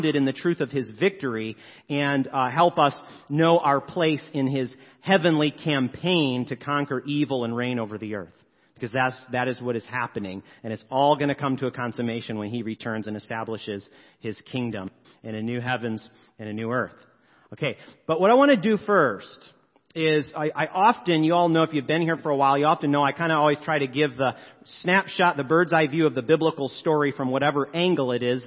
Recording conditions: large echoing room